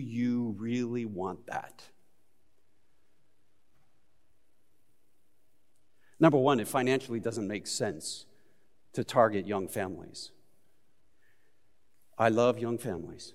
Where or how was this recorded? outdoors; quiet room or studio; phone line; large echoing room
large echoing room